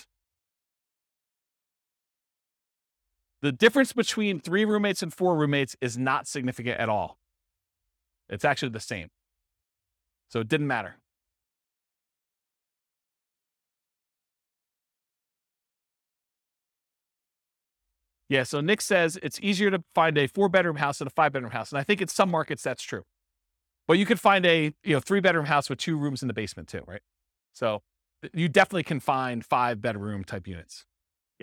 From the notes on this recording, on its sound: This was a live class recorded.